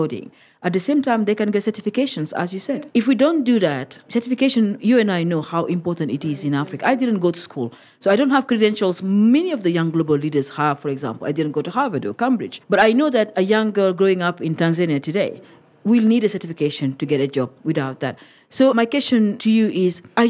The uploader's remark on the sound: Went live from the prestigious event. Here is the final special episode straight from Davos 2022 of Season 6 , Decoding Sustainable Development Goals. Went live from the prestigious event to feature girls from the Rwanda Coding Academy .